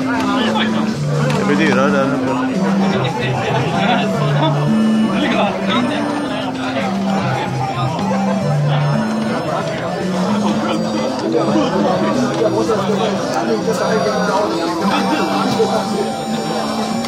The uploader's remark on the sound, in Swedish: Retrospelsfestivalen – Live. Live-inspelat podavsnitt där vi besöker Retrospelsfestivalen i Malmö den 10 oktober 2015. Spontanintervjuas i cafeét.